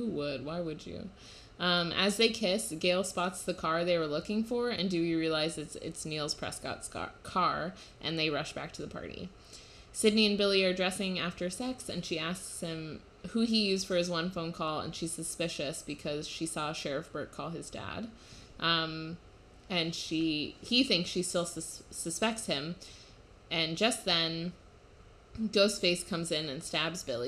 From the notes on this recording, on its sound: We recorded this live and in person and it probably shows in the lack of sound engineering prowess reflected in the audio